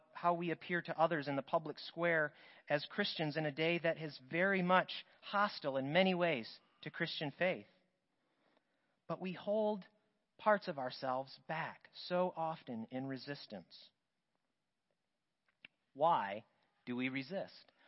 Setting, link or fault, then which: setting, large echoing room